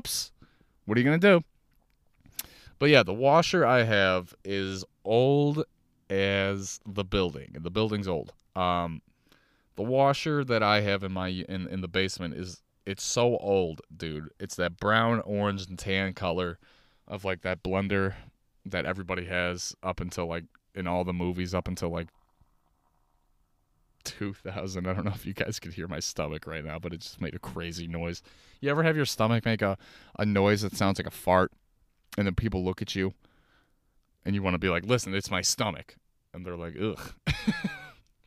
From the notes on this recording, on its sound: Hey i talk on and on from my car.